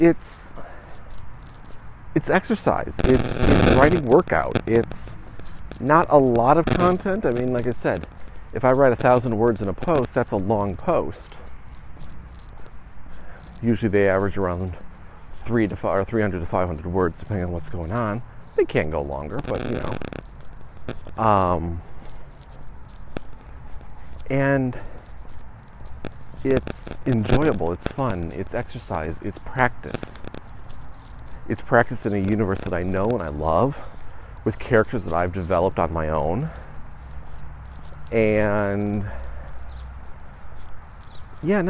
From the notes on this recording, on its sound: The walk and talk returns